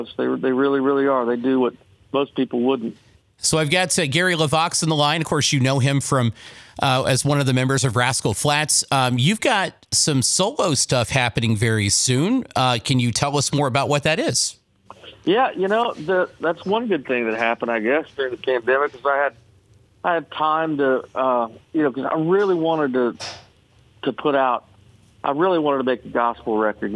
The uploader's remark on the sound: called into the show this morning